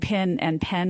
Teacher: if I move to the South, I might start saying pin and pen more alike